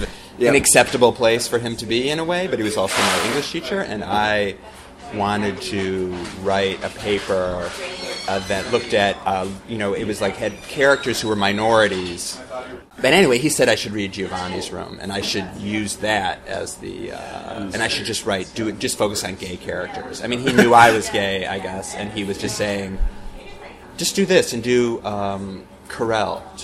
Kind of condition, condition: setting, busy venue